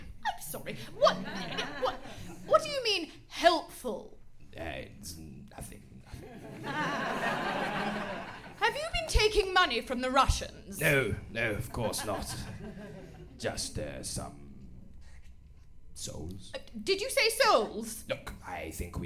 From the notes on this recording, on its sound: DEXIT: Demonic Exit was recorded in front of a live audience at The Comedy Store.